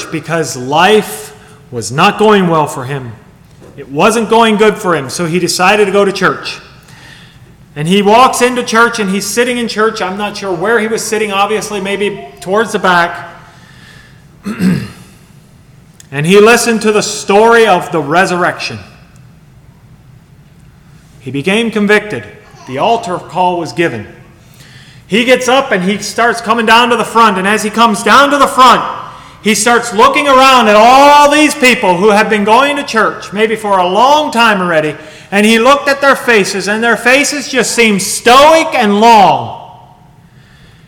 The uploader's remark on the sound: Sermon Recorded at Millmont Mennonite Church recorded on 7/16/2023